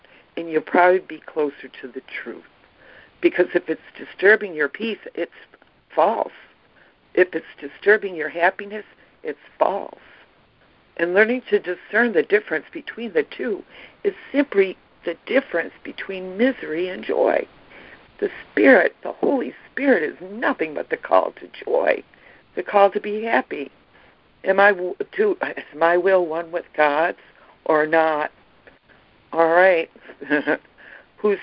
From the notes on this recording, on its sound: ACIM Daily Conference Call.